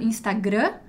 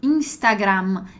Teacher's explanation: E aqui a pronúncia de Instagram, em italiano a gente tem essa pronúncia do M final, né? Então, no português a gente vai falar bem anasalado · Shown in: first take · Instagram, e em italiano Instagram.